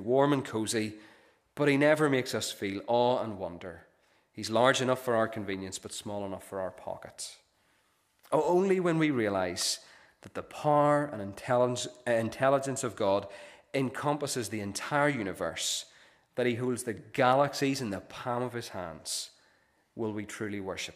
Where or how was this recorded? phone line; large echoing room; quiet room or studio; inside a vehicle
large echoing room